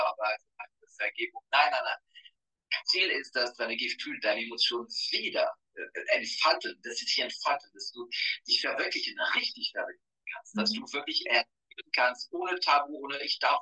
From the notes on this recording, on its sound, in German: Live auf Instagram sprachen wir über die Inhalte